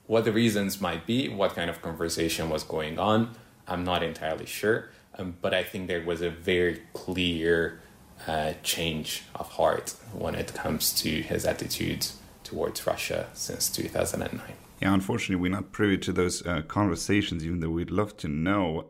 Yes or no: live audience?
no